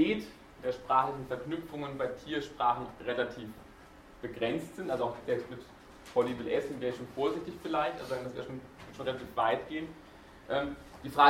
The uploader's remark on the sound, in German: Diese Vorlesung wurde von Studierenden aufgenommen